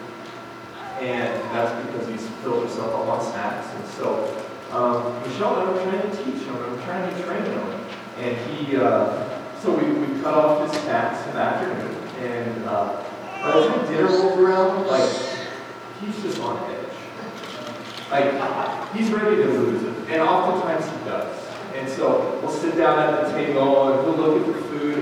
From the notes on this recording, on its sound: Fort Collins, CO. Note: sound quality is not good due to technical difficulties.